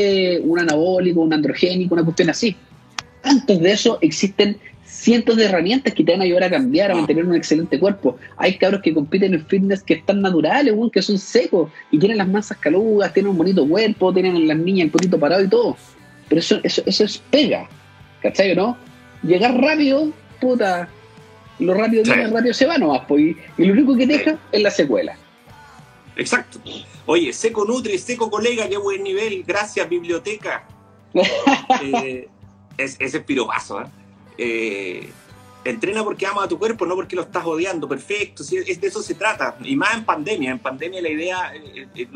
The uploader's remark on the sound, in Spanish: Conversaciones desde instagram